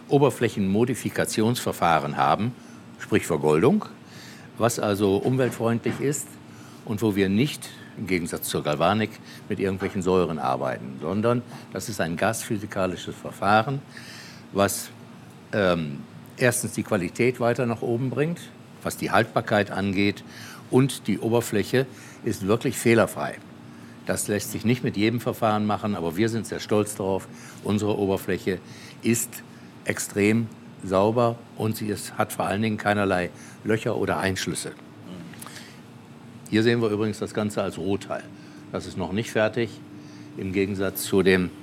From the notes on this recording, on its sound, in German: Das Gespräch wurde direkt on location in der Fertigung aufgezeichnet, und das hört man auch. Das Gespräch wurde direkt on location in der Fertigung aufgezeichnet, und das hört man auch. Firmenbesuch bei WBT.